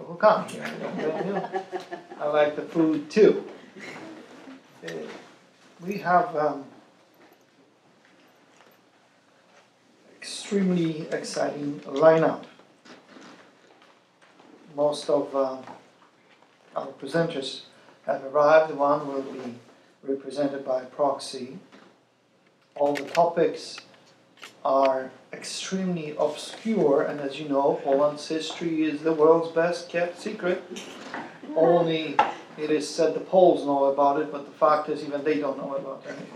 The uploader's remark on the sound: This lecture was a part of The Ninth Annual Lady Blanka Rosential Kosciuszko Chair Spring Symposium. At The Institute of World Politics.